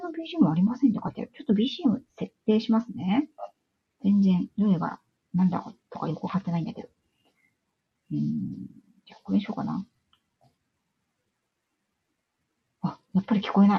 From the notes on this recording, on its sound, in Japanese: 今朝はライブの状態が不安定で、 音声やBGMが聞こえづらく申し訳ございませんでした